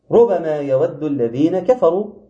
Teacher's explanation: عند حفص ربما الباء خفيفة وليست مشددة